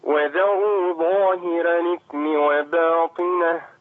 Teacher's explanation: تفخيم الظاء، ظاء حرف مطبق